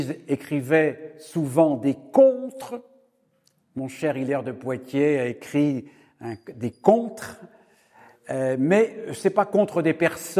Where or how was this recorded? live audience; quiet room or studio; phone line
live audience